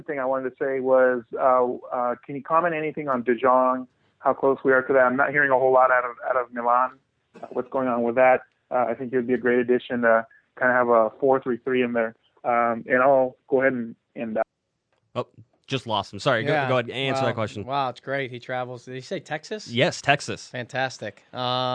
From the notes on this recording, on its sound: even gets into your phone calls